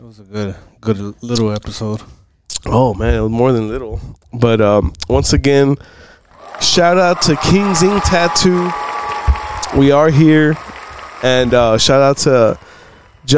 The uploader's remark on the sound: Recording from the King's Ink Tattoo Shop. Big shoutout to the King's Ink Tattoo Shop in Pharr, Tx for letting us record this episode there.